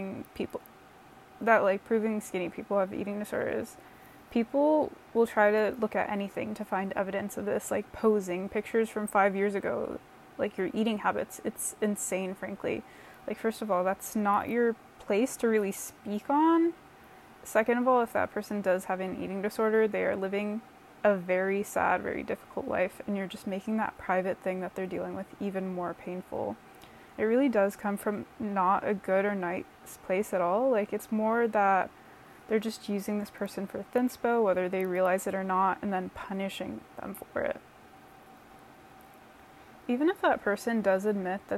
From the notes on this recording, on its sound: A lo-fi 10-minute debut episode with plenty of yummy ambient noise from my air purifier